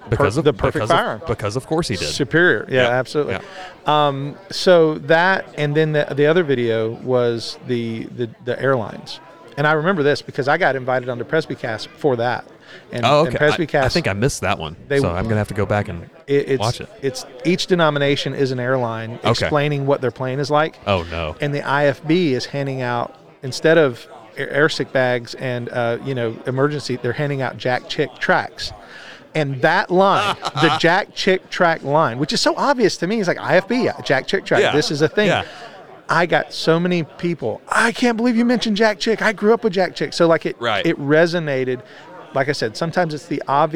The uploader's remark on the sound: joins us from the 2023 Fight Laugh Feast Conference